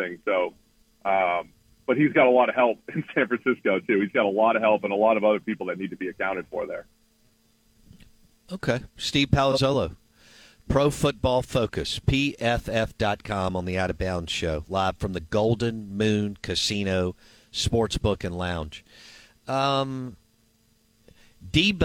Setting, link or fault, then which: link, phone line